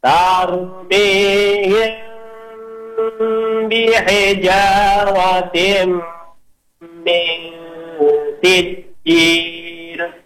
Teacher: Mimnya ketemu ba jangan sampai langsung rapat. Ada 1 detik itu ditahan dulu. · Term: ihfa syafawi